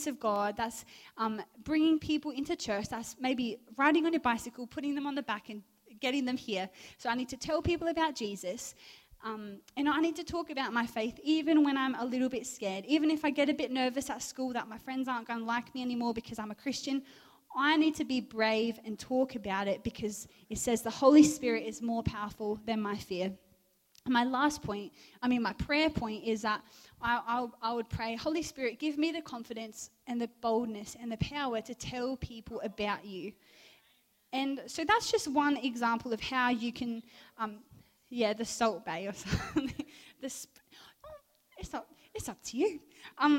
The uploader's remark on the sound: Recorded live at One Youth (One Heart Church, Port Lincoln) on the 18th of June, 2023.